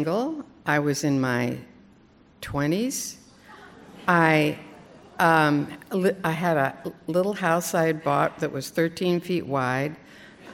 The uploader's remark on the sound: Live On Stage